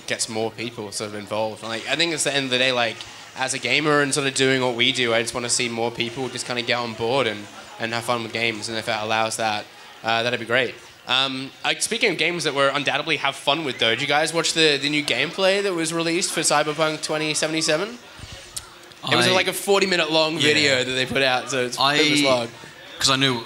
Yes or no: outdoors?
yes